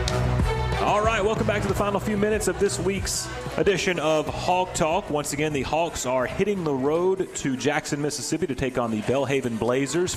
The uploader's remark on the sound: brought Hawk Talk to Moe's Original Barbecue in Old Cloverdale